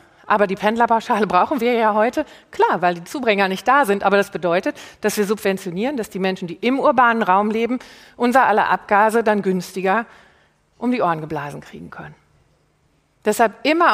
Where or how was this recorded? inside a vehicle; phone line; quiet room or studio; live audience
live audience